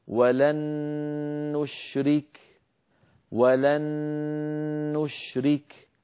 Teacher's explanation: فأدغمنا النون الساكنة في النون المتحركة فصار النطق بنون مشددة، والنون المشددة كما مر معنا تحتاج إلى غنة أكمل ما تكون.